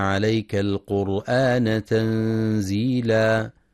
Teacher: ينتبه القارئ لإظهار اللام في كلمة نزلنا وعدم الإدغام